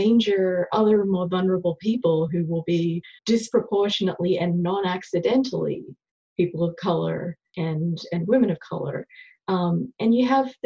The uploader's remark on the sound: A virtual conversation over Zoom.